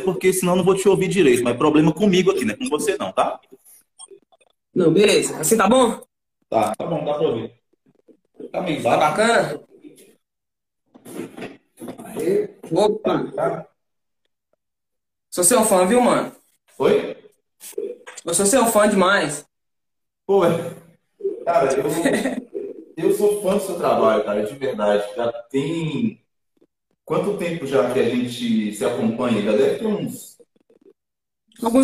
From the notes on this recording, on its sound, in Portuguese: Bate papo realizado em live no Instagram